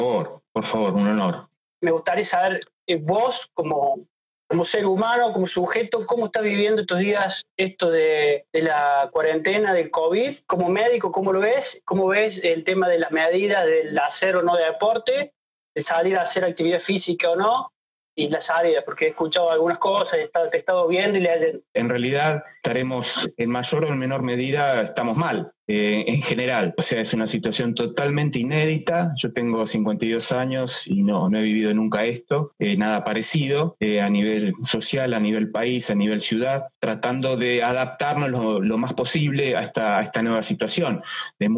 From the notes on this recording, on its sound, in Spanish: Charlamos en vivo por IGTV